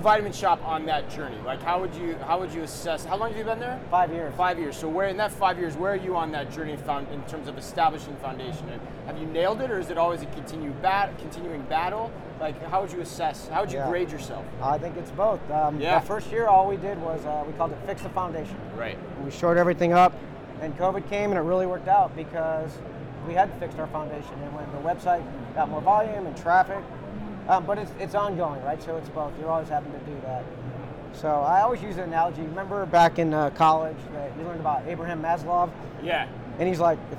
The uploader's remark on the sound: LIVE FROM #NRF2024